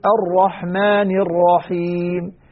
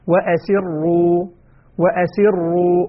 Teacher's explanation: التكرير موجود ولكن مخفي وليس مظهرا أو معلنا له